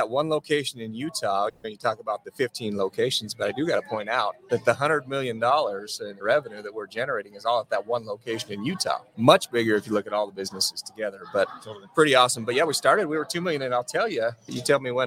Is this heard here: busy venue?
yes